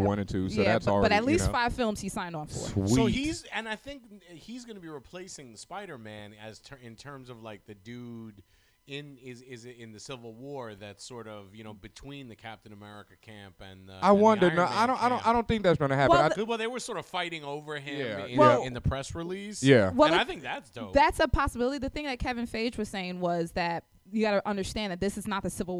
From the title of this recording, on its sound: Live From Bergen St Comics